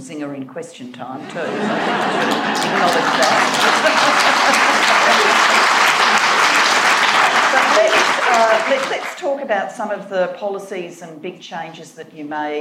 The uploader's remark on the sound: A recording from a live Global Institute for Women’s Leadership event held in London in the week of International Women’s Day, in partnership with Ipsos UK.